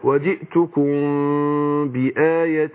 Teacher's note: إخفاء شفوي، إخفاء الميم عند الباء